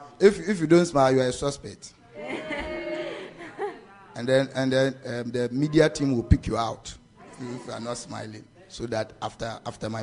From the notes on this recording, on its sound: This message was preached at our 2022 More of God camp.